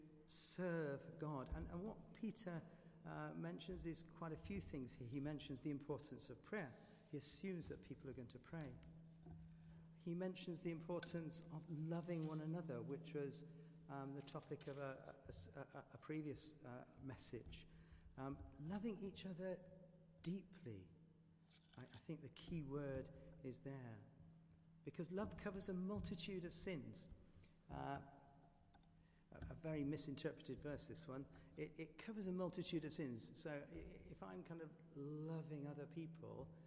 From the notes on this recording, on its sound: Christ Church, Bayston Hill (UK)